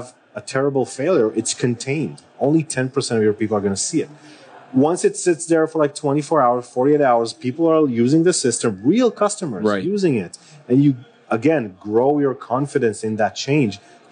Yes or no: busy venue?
yes